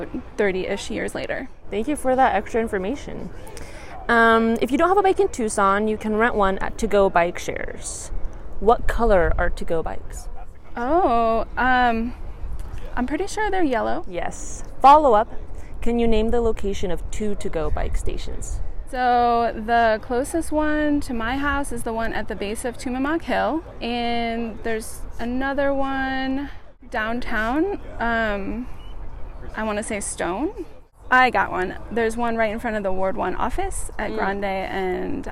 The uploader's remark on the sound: After their group #Coffee Outside Tucson ride. The show is being recorded from Sweetwater Preserve—an amazing place to ride your bike (via The Loop multiuse path).